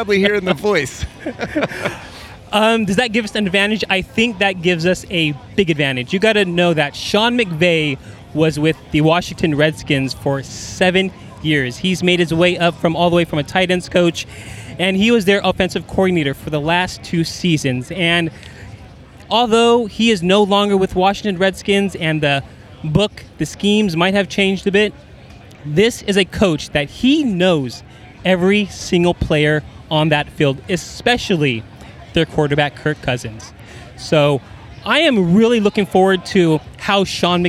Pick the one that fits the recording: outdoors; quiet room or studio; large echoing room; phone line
outdoors